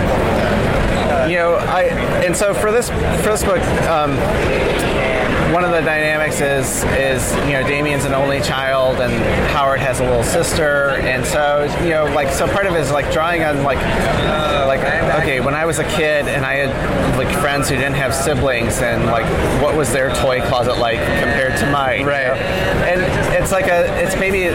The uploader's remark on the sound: LIVE from SDCC '23